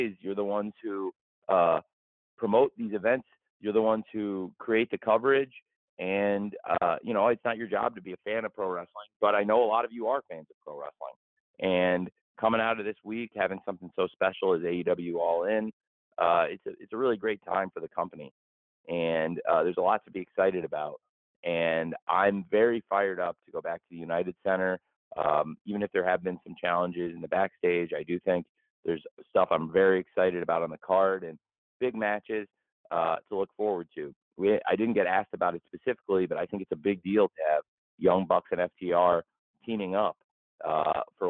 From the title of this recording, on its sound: AEW All Out Media Conference Call